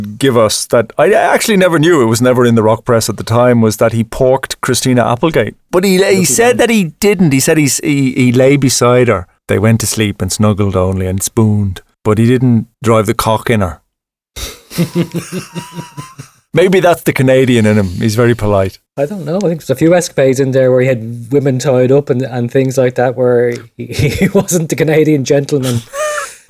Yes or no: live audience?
no